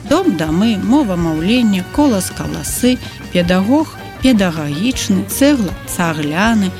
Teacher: Пры акані галосныя гукі О і Э ў ненаціскным становішчы чаргуюцца з А. · Term: аканне